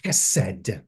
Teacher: it's pronounced sort of gutturally from the back of your throat, as though you're clearing your throat.